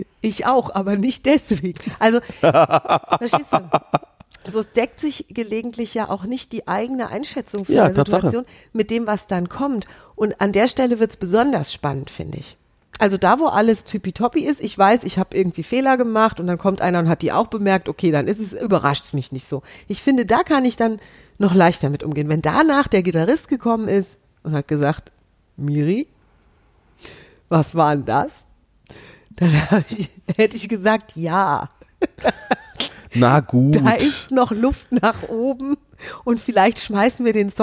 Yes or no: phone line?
no